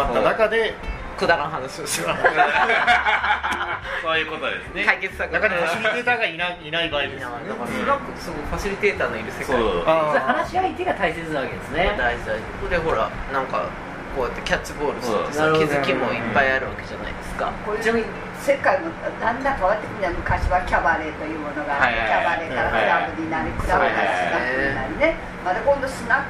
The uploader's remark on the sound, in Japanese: 名古屋のスナックにお邪魔しての収録第２弾です。